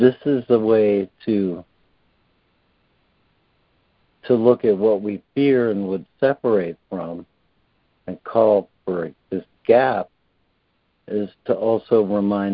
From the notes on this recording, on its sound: ACIM Daily Conference Call